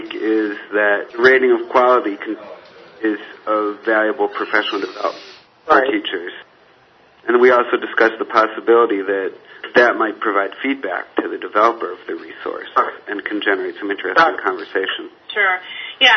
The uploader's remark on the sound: A conference call